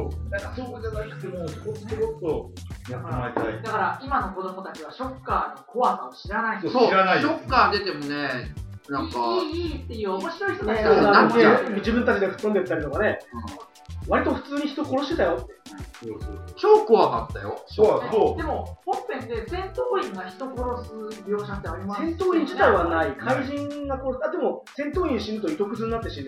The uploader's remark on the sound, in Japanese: 初回につき音声のバラつきは大目に見てくださいませ。